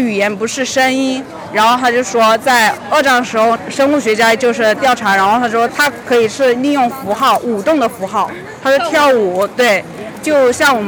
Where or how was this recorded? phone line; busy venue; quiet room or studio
busy venue